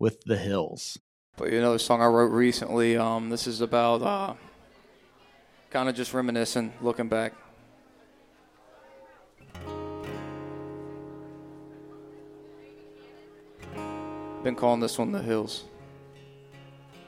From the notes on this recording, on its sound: Broadcast live from Rowdy's Smokehouse in Jackson, Ohio. Each show will be broadcast live on Pure Rock 105.5 FM WXTQ & 98.7 FM WYRO as well as streaming on the Total Media Radio smartphone app.